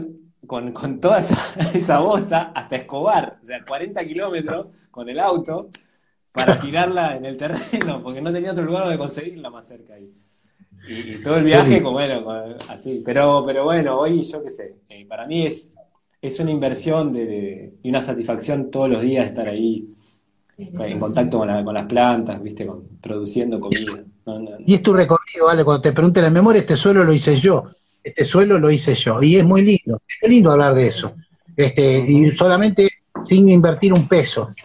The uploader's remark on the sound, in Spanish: Y a pedido de quienes escucharon en vivo, responde preguntas.